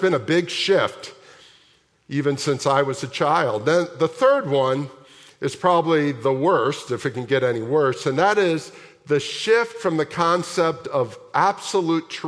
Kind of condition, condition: setting, large echoing room